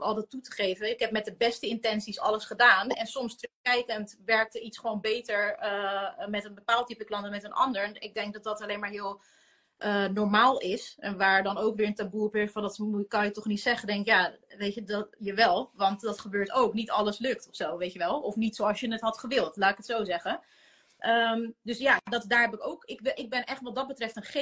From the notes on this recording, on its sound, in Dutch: die gemaakt is van een live gesprek op Instagram